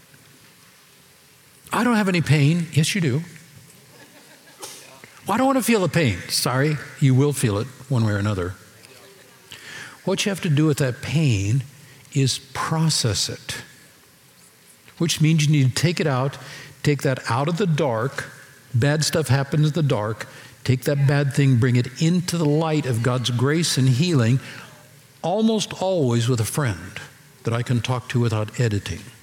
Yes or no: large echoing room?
yes